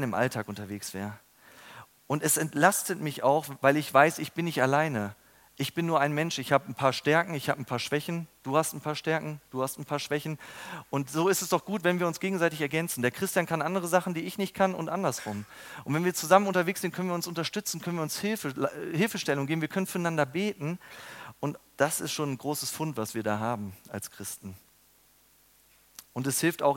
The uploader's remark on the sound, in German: Beim Youth Prayer Congress am 29.02.2020.